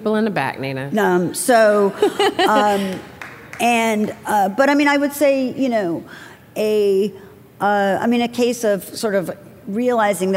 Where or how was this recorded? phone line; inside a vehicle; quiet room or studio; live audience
live audience